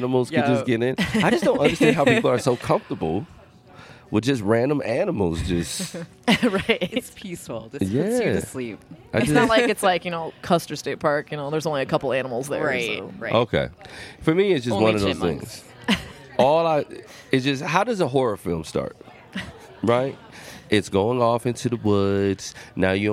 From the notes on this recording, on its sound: LIVE From Pierre 2020. The 605 Show is back in Pierre for the annual Governor’s Conference on Tourism.